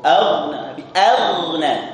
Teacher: Hamzahnya tipis, ghainnya tebal, ya.